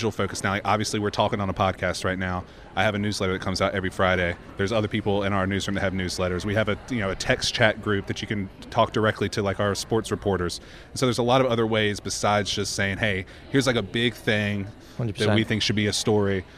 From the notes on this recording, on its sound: The conversations recorded at the Endeavor Summit, held Oct. 19 at Bridgewater Place.